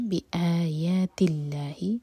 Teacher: اللہ تعالیٰ کے نام میں جو لام ہے اس کو لائٹ پڑھا جائے گا، کیونکہ اللہ تعالیٰ کے نام سے پہلے جو ورڈ ہے اس کے لاسٹ لیٹر پر کسرہ ہے تی، تو پڑھیں گے.